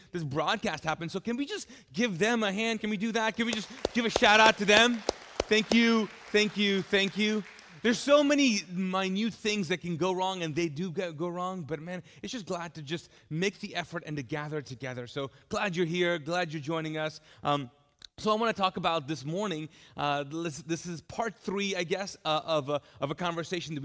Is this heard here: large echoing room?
yes